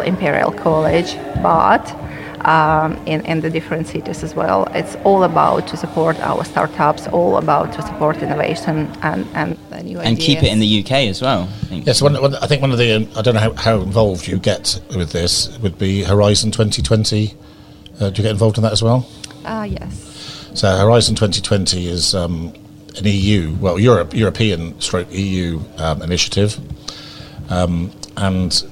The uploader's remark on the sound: This week we are on the road bringing you a live broadcast from Donnington Valley Hotel